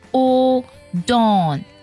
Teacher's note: 英式的发音呢会把元音读作 o 的音，它的唇形呢是撅圆的，向中间聚拢的 odawn。那美式的发音呢，它更偏向于 o 的音，它下巴下降就好了，读作 dawn。 Dawn will be so happy to see you.Dawn。你看这个 dawn 在音长上呢，它会比第一个